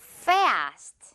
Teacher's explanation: 그리고 그냥 fast 이렇게 짧지 않아요. 지금 이 A 발음은 긴 고무줄 늘린 그 발음이라서 fast 이렇게 크고 길게 발음해 주시면 됩니다.